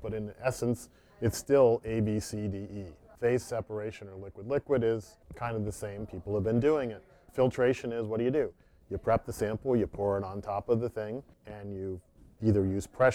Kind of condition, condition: setting, busy venue